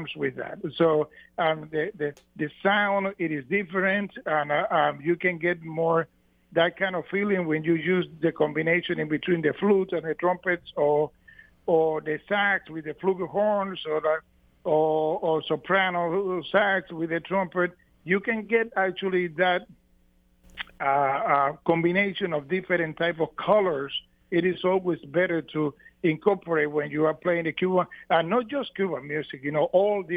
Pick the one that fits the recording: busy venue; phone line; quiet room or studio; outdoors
phone line